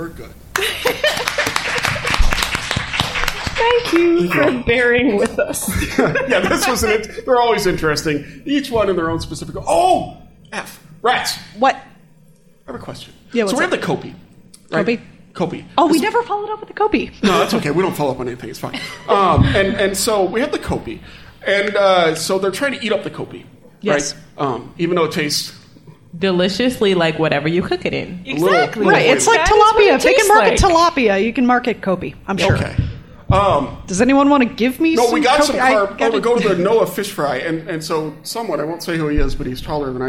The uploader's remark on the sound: We're live from the Great Lakes Sea Grant Network Meeting in Evanston, Illinois.